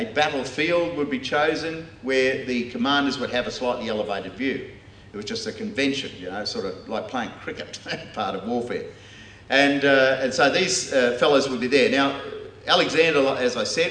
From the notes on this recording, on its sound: delivered this talk as part of the first In The Chute conference held by The Geneva Push